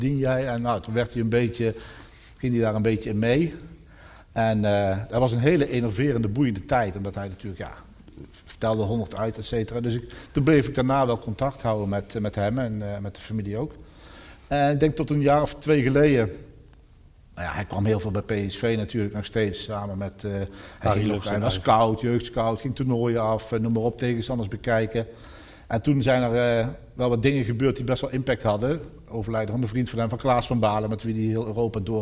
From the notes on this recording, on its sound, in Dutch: Live in het Parktheater in Eindhoven. Je hoort een registratie daarvan.